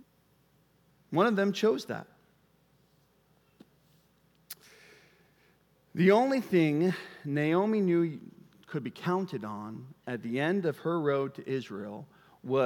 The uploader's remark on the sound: Preached at Bethel Church, Cedar Lake Campus.